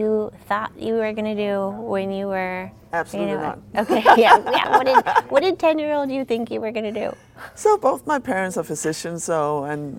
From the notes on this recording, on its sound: recorded at HIMSS22